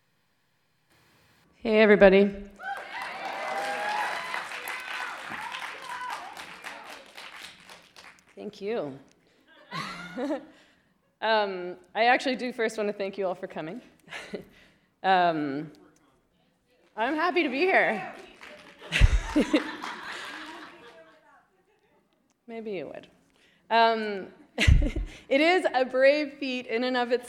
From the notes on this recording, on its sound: The event took place at the Seattle Public Library in downtown Seattle, Washington, despite protesters inside and outside the building.